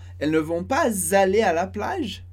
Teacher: A gente prefere fazer a liaison de novo com o som de z, porque a palavra anterior termina em s.